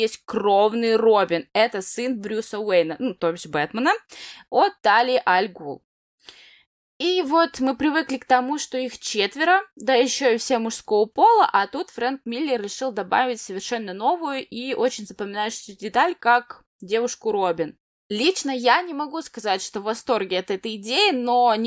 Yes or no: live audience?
no